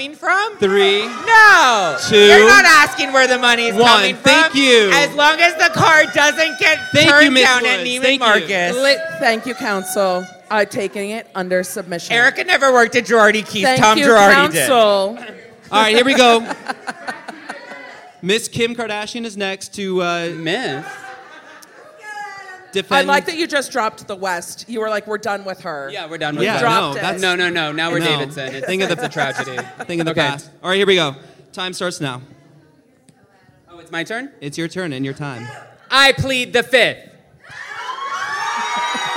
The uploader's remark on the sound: LIVE from Spilling Tea Nashville